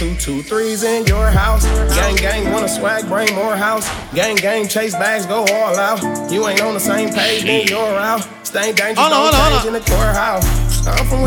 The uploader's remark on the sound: Fayah Sundays Live Audio